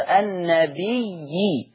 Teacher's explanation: يقرأ حفص بالياء المشددة مع الكسر